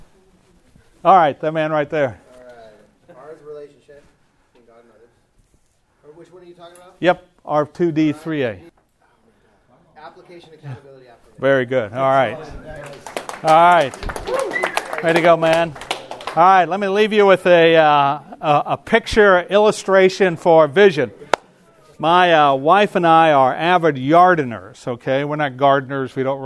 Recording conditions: live audience